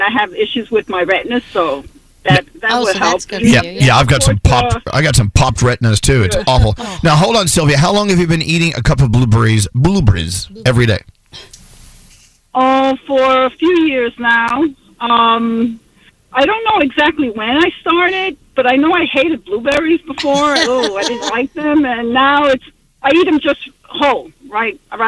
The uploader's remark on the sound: on the phone